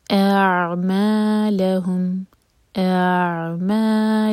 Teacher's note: حمزہ کا الگ ساؤنڈ آنا چاہیے اور عین کا الگ